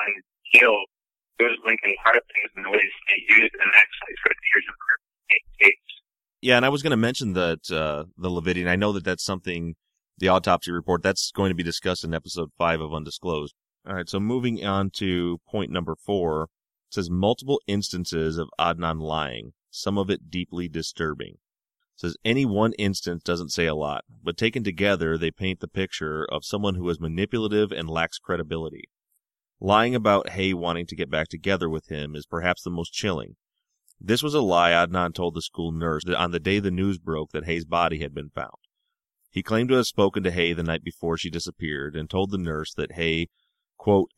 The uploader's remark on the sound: spends an hour on the phone